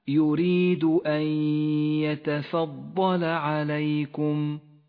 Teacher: النون الساكنة وبعدها حرف الياء، إدغام بغنة، تسقط النون من اللفظ ولذلك لونت بالرمادي وتغن الياء بمقدار حركتين · Term: الإدغام بغنة